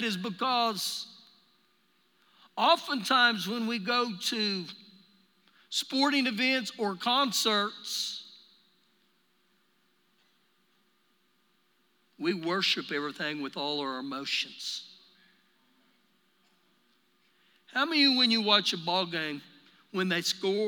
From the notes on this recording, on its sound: Recorded live during our Wednesday night service